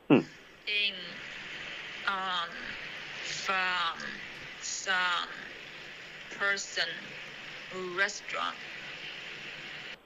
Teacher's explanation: In, on, fun.这个 fun 没有，你发的是一个前鼻音，然后你的 on 跟 in 呢，你有顶舌尖，可是你也有前鼻音